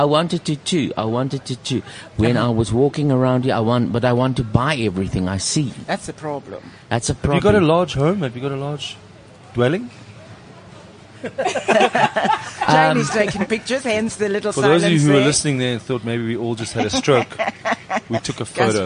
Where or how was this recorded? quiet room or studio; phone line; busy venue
busy venue